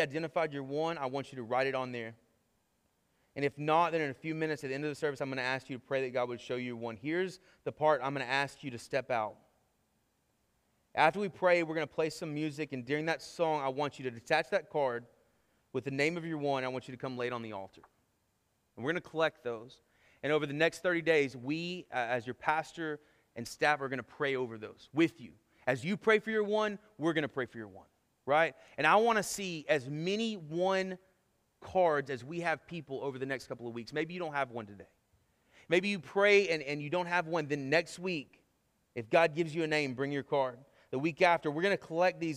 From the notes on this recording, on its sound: Sermon Audio from our Worship service